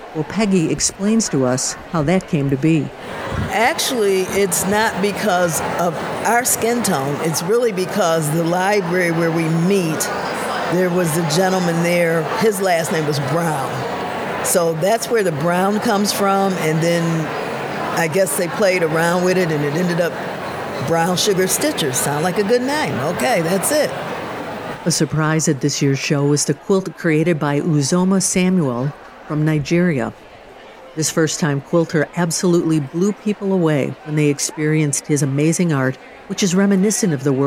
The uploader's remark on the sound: QuiltCon Atlanta 2023 - In the Aisle and Behind the Scenes. Attendees from around the world.